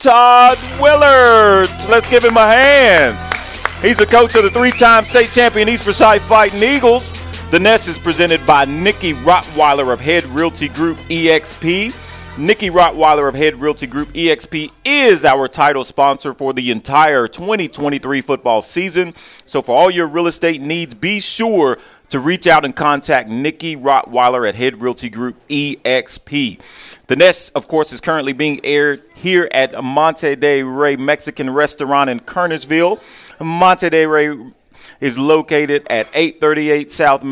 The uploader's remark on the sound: live from Monte De Rey Mexican Restaurant